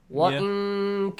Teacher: Hide the sound of noon, let a nasal sound come out · Term: Ikhfa